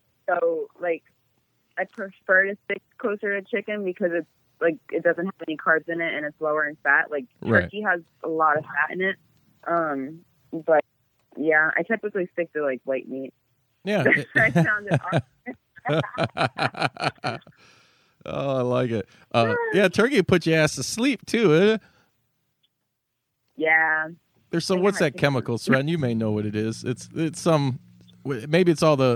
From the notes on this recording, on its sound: Another phone interview knocked out of the park.